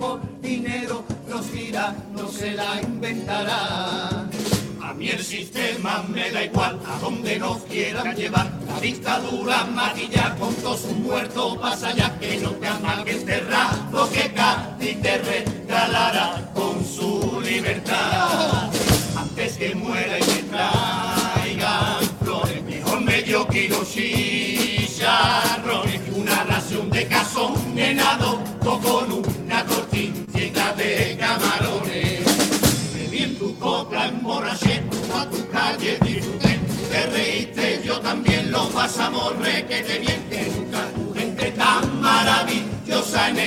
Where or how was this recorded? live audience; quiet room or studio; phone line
live audience